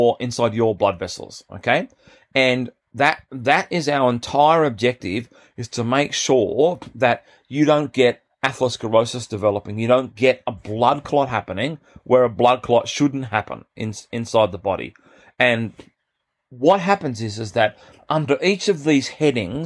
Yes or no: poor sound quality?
no